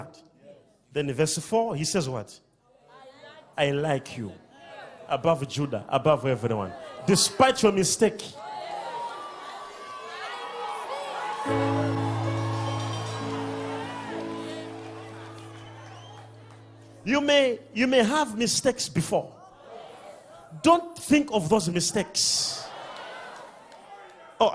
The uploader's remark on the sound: DIPLOMATIC SERVICE LIVE | ECG CHURCH